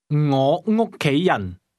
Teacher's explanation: begin at the high level, fall to the middle, rise again, and then fall. · Term: rising and falling tones